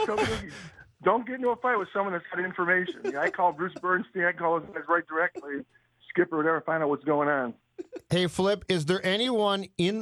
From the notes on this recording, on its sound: called into the Mackey & Judd radio show on 1500 ESPN